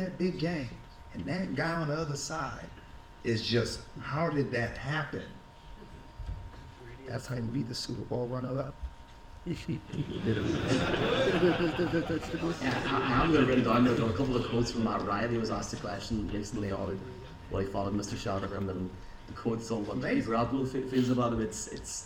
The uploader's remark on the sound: The Mac Theatre, Belfast for our biggest ever event. SORRY FOR THE AUDIO QUALITY.